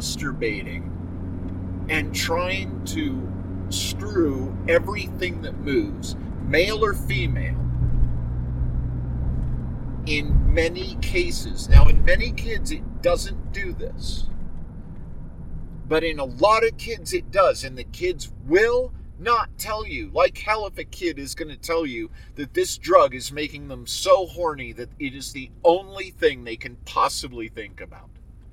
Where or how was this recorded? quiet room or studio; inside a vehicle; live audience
inside a vehicle